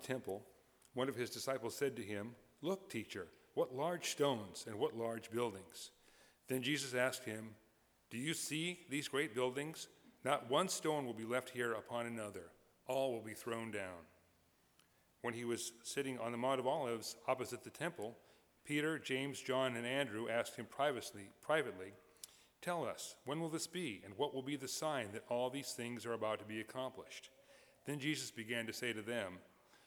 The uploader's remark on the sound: Delivered March 13, 2016 at Plymouth Congregational Church in Belmont, MA.